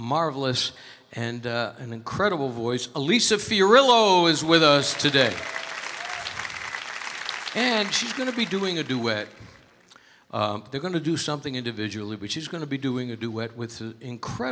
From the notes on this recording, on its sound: Live at the South Point Casino.